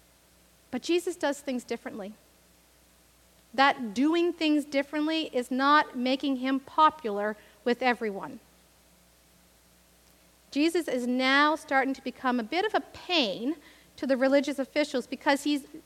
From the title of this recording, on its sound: Live worship service